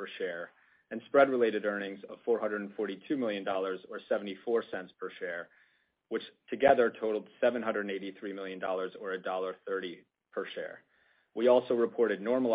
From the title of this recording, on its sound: Earnings Conference Call